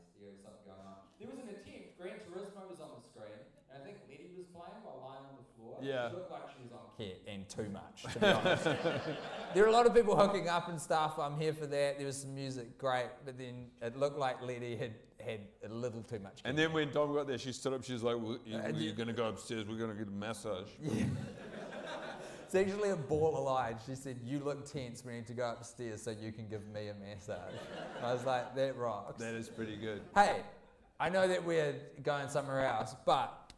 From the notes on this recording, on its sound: Recorded in front of a packed-out audience at the beautiful Hollywood cinema in the Avondale neighborhood of Auckland. The audio quality is questionable.